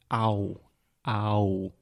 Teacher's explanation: So you are physically producing two different sounds. You are starting with an ah, ah.